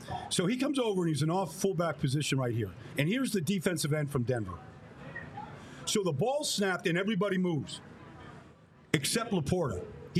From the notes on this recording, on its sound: We are LIVE from the Reading Terminal Market in Philadelphia